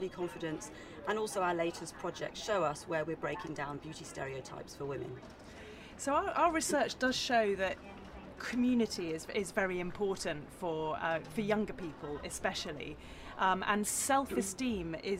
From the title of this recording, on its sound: Live at Cannes Lions